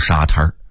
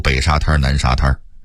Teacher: 沙滩在北京话里一定得加儿音读沙滩